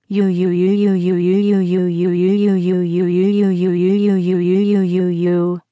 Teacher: he will vocalize that vowel U, which will be pronounced for a long time in a semi-deep tone